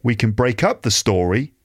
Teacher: And also some words are pronounced with weak forms, like we can break up the story. So can, that little modal verb there is pronounced with a weak form because it's not one of the stressed words. So it gets squashed.